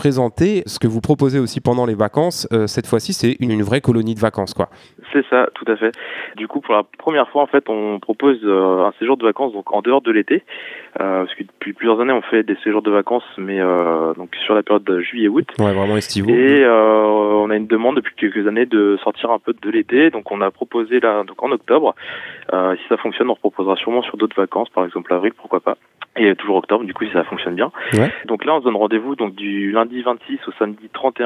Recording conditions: phone line